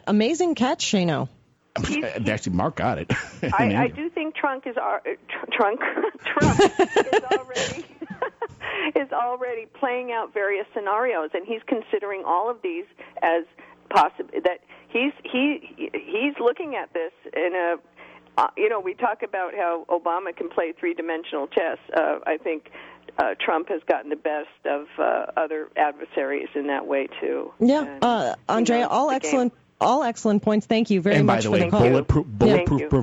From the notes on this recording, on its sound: take calls from the audience